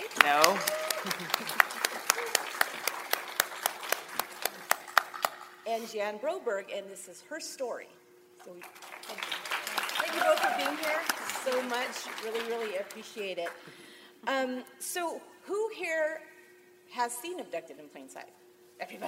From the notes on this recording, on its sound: Once Upon a Crime LIVE at CrimeCon 2019. LIVE at CrimeCon 2019 in New Orleans.